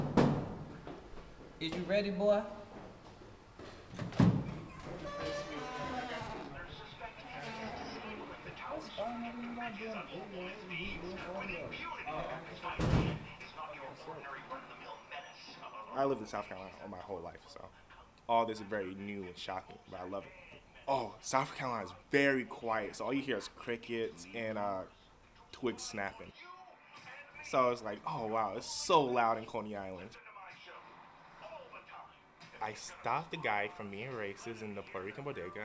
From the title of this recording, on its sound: Coney Island Sound Walk